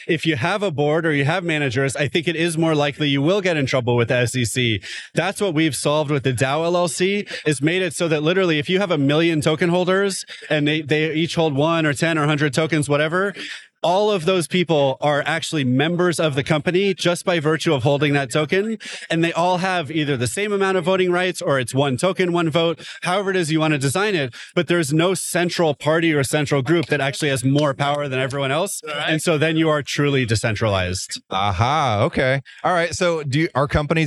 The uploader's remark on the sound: Set out with a microphone at Permissionless II 2023 in Austin, Texas. Got a short, but rich interview.